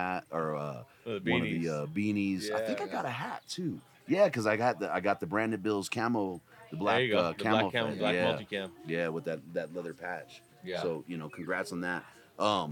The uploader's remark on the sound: Live from Mountain Archery Fest. I love sitting down face to face to record episodes!